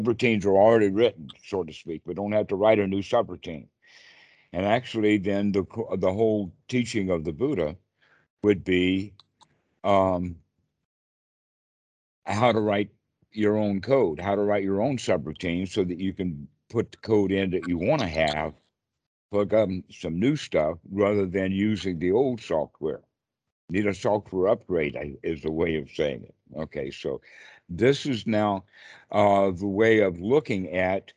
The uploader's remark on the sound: Skype calls on this channel.